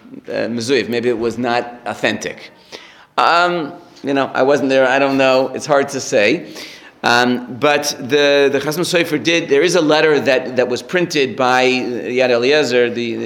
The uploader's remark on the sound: Recorded live at The Torah Center ATL on January 21, 2024